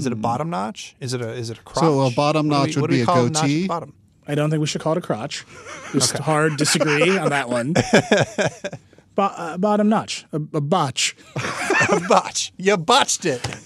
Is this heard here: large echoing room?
no